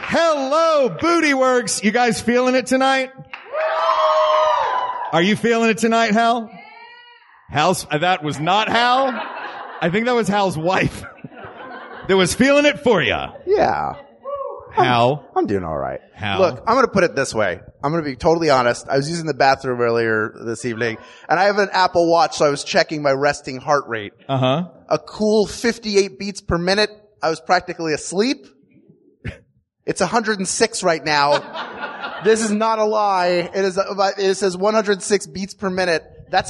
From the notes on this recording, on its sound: A workout in front of an audience at Booty Works.